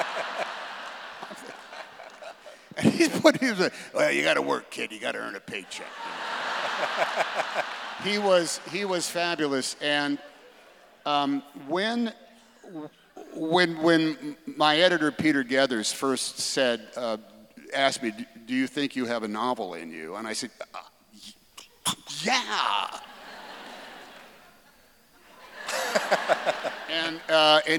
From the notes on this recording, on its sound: on stage at the Keller auditorium in May 2023